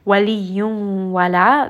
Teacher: we are going to bring this up into the nose and then hide that نون sound within the واو. وليون ولا، this is going to be a two count مد. · Term: إدغام